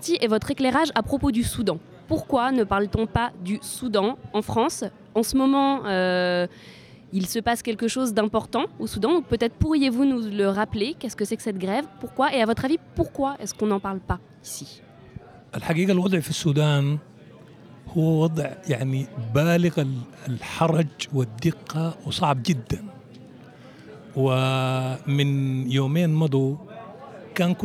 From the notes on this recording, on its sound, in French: 1er plateau enregistré en public au Point Ephémère (Paris) lors de l'exposition Cartographie du non-accueil.